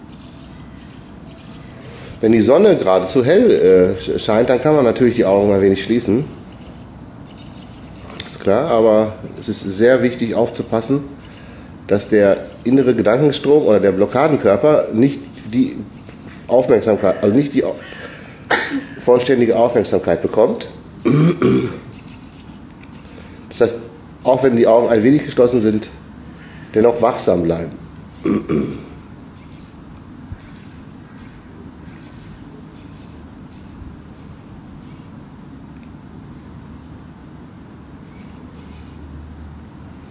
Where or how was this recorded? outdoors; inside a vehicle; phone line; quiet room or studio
outdoors